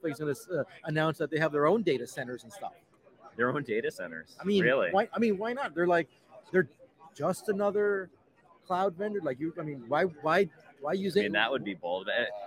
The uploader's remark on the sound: Live from Snowflake Summit 2023 in Las Vegas